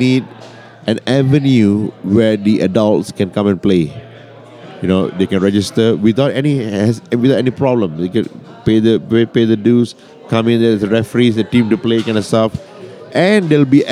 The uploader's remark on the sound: Live at the Bar of the US Soccer AGM